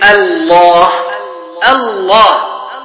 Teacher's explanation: سبب الإدغام هو التماثل فيما يتعلق باللام، تماثل اللام مع اللام، مثل الله الله، فهنا لام ألف لام واللام التي هي من أصل اشتقاق الكلمة مادة أليها من إله.